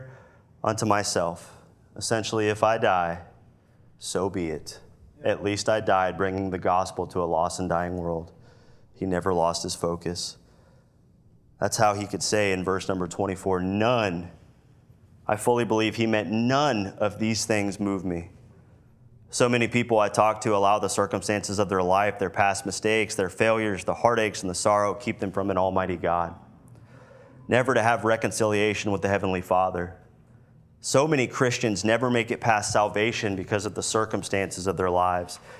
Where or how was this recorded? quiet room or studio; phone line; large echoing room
large echoing room